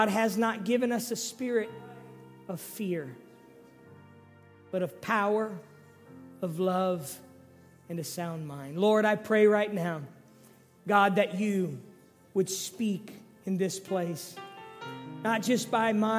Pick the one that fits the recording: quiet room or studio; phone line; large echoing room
large echoing room